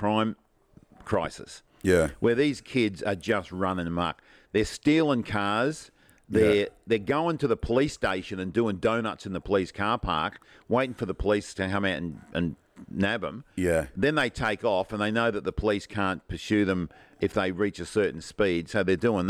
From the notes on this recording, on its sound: This week the boys are both in QLD and podcasting from the outside deck (sorry about the pigeon.)